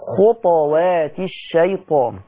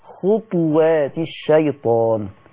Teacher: بسكون الطاء ويترتب على هذا السكون القلقلة · Shown in: first take